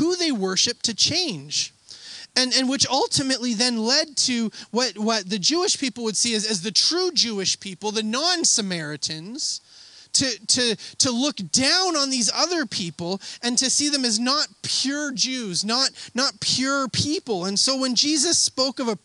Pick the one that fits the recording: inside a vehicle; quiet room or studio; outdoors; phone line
outdoors